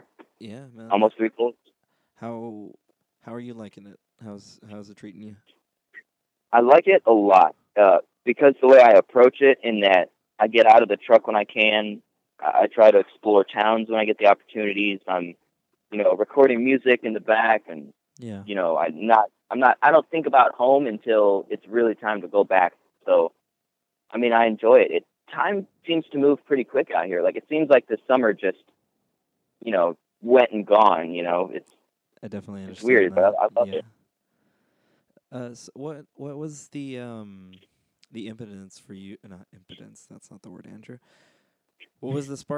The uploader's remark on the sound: We had a chat on the phone a few days ago and caught up